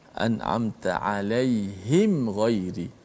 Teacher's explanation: belajar bila bertemu dengan huruf selain daripada ba dan mim maka hendaklah kita baca dengan jelas matinya izhar itu mim mati tanpa dipanjangkan gunah tersebut · Term: izhar syafawi